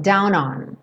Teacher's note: E aqui eles juntam down com on.